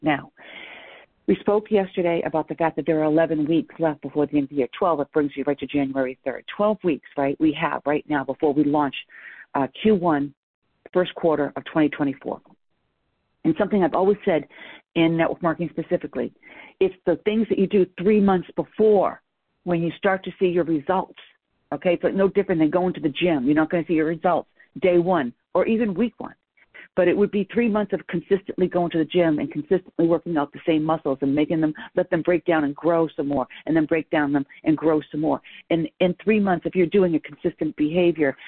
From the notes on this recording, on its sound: I am rebroadcasting a private team call